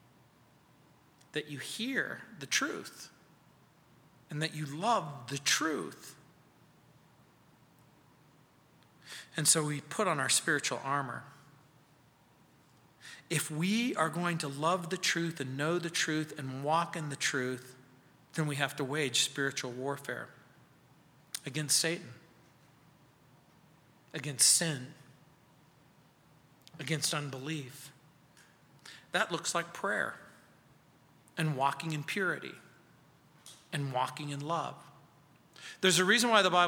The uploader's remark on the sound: at Calvary South Denver in Littleton CO